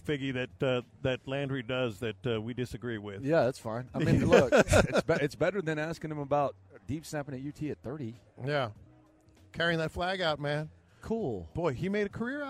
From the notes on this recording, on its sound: Live from Radio Row